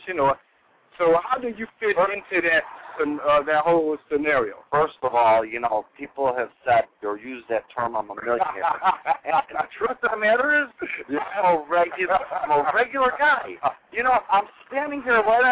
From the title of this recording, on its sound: we broadcast "LIVE" from The Brown Sugar Bakery